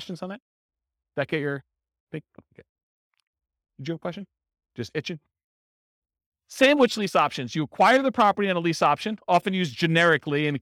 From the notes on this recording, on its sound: This was a live class recorded. In Gilbert, Arizona.